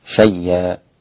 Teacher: حمزة قرأ في الوقف شيا هكذا بإبدال الهمزة ألفا